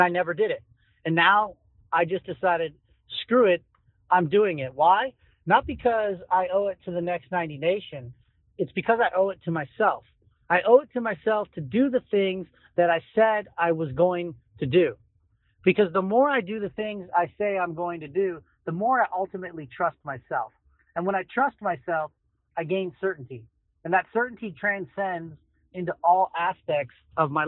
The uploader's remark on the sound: joins us live from his car on the road